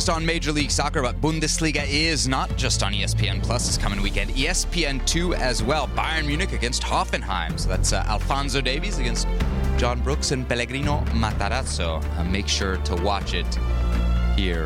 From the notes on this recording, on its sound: Live from Miami for MLS Media Day.